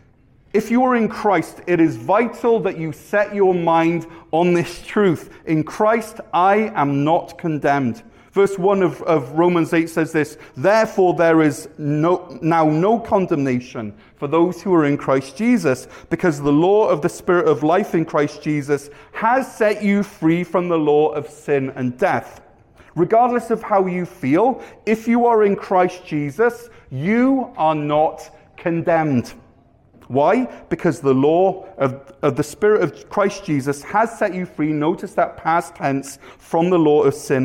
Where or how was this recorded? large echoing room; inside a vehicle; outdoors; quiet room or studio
large echoing room